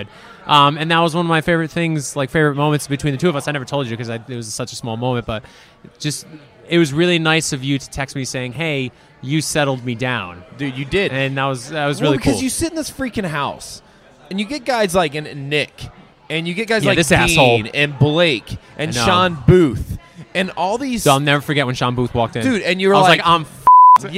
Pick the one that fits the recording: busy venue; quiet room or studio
busy venue